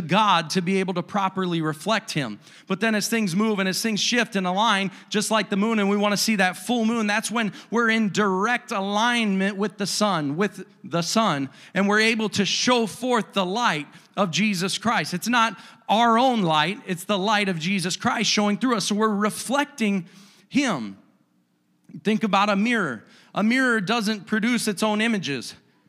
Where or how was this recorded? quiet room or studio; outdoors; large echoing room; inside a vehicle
large echoing room